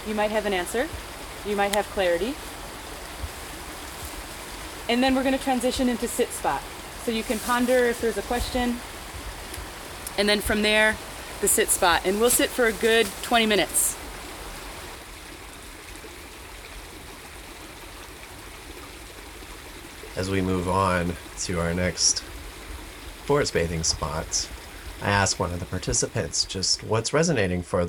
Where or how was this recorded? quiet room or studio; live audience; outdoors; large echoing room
outdoors